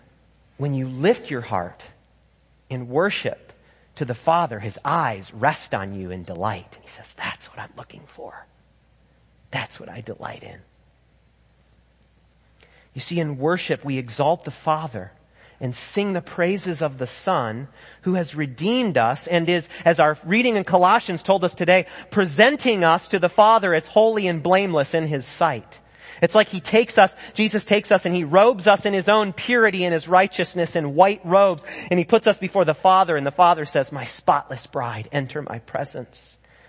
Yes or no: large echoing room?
yes